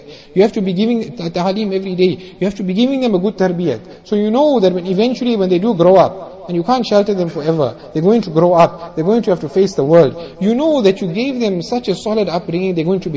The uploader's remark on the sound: Jumuah Lecture at Avondale Musalla